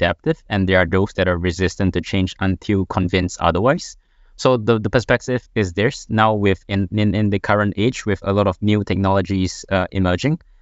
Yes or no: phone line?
no